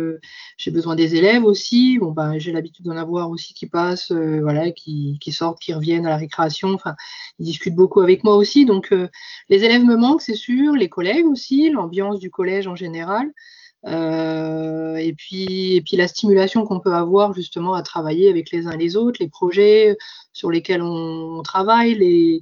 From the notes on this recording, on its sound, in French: Cette émission a été enregistrée par visioconférence